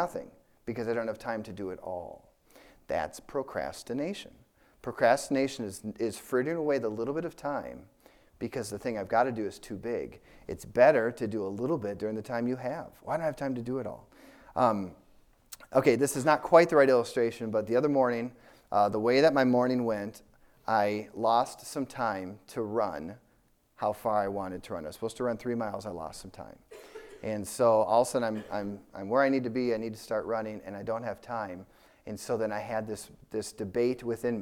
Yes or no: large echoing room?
yes